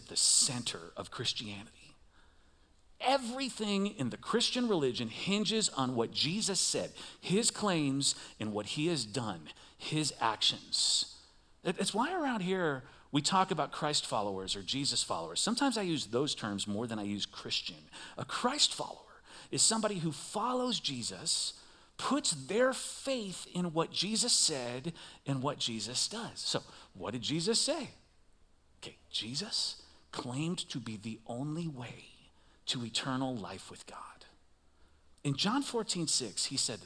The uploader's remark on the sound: Recorded live at CrossWinds Church on October 22nd , 2023.